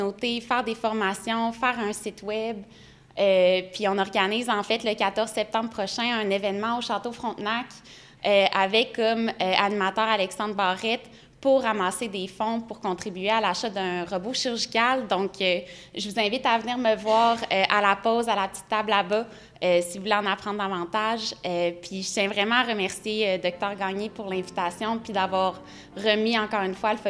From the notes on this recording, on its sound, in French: Enregistré devant public. À Québec.